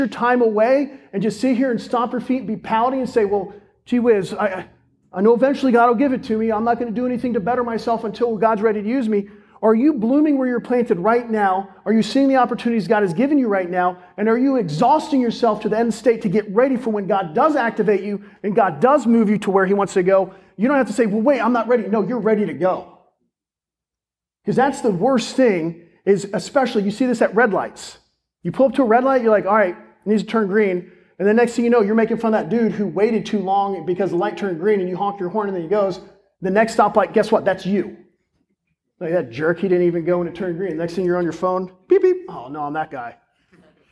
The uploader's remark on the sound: This is a sermon recorded at Olive Baptist Church in Crossroads, the young adult ministry.